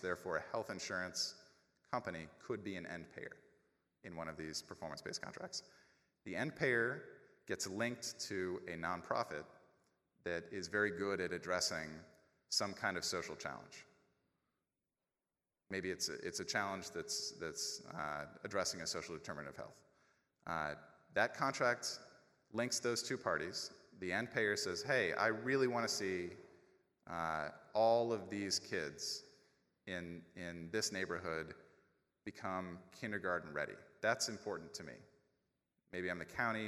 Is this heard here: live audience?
yes